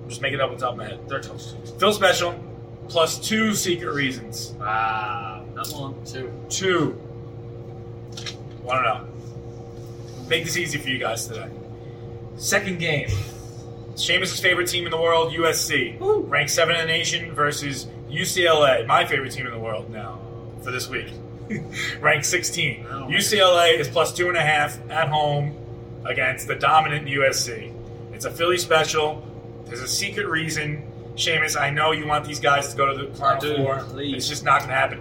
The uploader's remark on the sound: bar "Archie Grand"